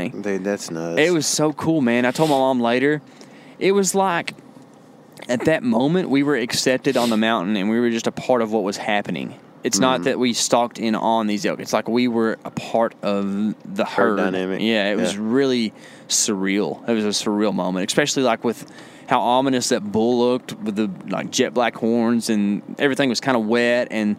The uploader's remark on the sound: Also, as we recorded, we were driving around truck scouting a public property here in Texas.